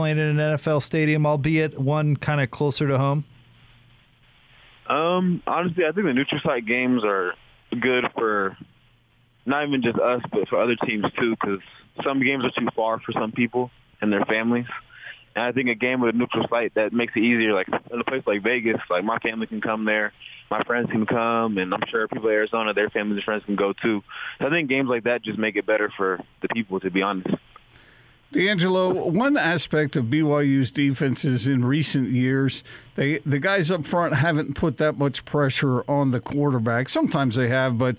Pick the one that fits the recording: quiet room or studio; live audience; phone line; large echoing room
phone line